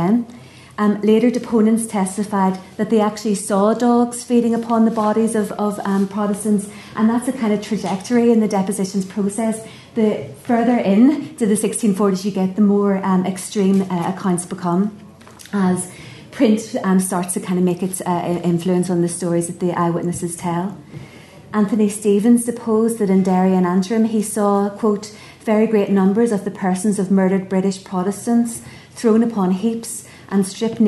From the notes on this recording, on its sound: at the 2022 Tudor and Stuart Ireland Conference.